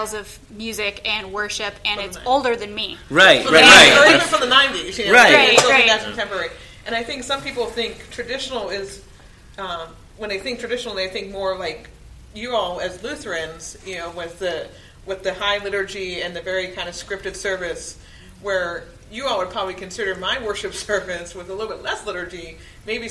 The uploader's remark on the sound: Goes Live In Front of a Studio Audience. Took their show on the road to the annual Synod Assembly for the Northwestern Pennsylvania Synod of the Evangelical Lutheran Church in America, at Thiel College in Greenville, Pennsylvania. Recorded with additional friends in the room joining the conversation with topics they were interested. We are thankful for the brave folks who came up to the microphone to share questions and prompt conversation!